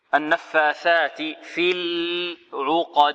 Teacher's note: الثاء من طرف اللسان مع أطراف الثنايا العليا، نفس مثل الذال.